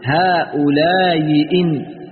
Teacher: وتجعل المكسورة بين الهمزة والياء المدية نحو هؤلاء إن تقول هؤلاء إن، وتجعل المضمومة بين الهمزة والواو المدية نحو جاء أمة تقول جاء أمة جاء أمة. · Term: التسهيل